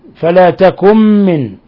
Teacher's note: نون ساكنة جاء بعد حرف الميم، الحكم التجويدي إضغام بغنة لأن الميم من حروف ينمو من حروف الإضغام بغنة.